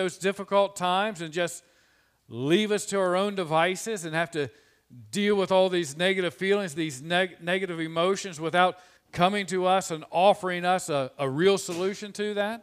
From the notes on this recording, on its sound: This sermon was preached on 02/14/2021 from the pulpit of Grace Community Church in Berea, KY.